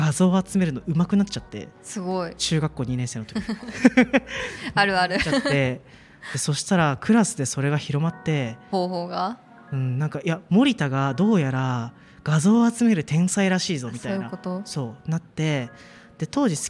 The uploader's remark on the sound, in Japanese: SELF LOVE FES での公開収録です。ラフォーレ原宿で行われる セルフラブをキーワードにしたイベント「SELF LOVE FES（セルフラブフェス）」 にセクシャルウェルネスブランドmahoroが出展しました。